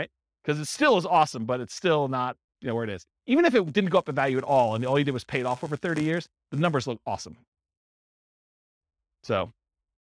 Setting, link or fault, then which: setting, live audience